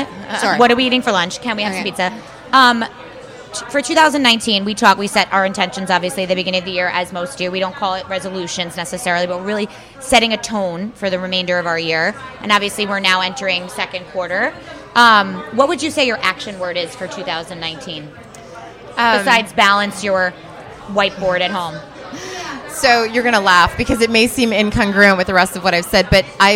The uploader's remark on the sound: LIVE from Bell Works